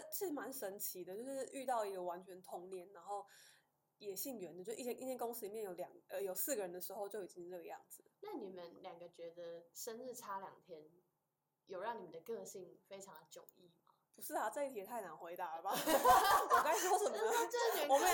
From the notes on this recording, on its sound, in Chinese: 感謝只要有人社群顧問提供錄音器材及場地。這集收音品質出了點問題。